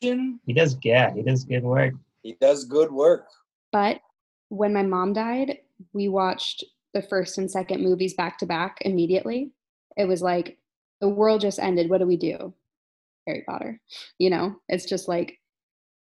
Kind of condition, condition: link, video call